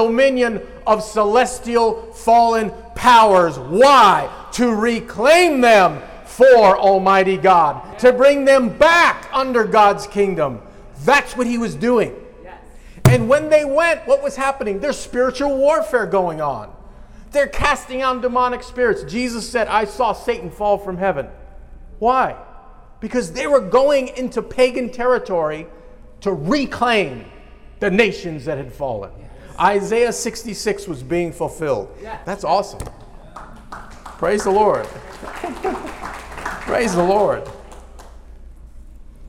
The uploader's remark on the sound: This message was delivered at a live conference in Orlando, Florida.